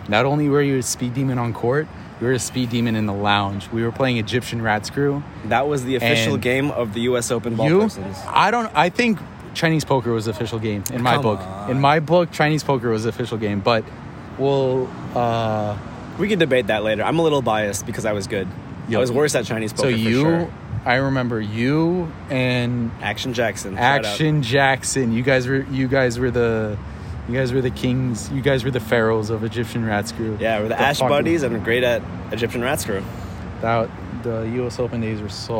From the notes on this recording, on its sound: Recording at the US Open Grandstand stadium, it's a special one.